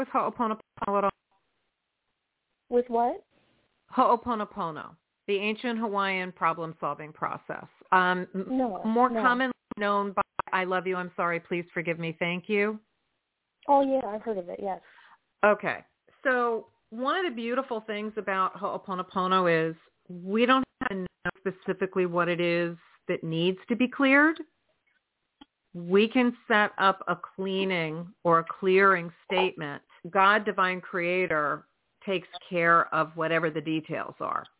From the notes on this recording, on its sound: in response to caller’s questions